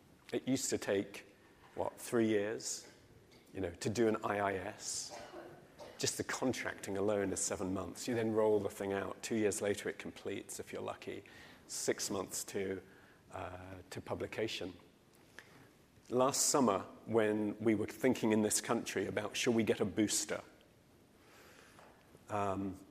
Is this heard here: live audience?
yes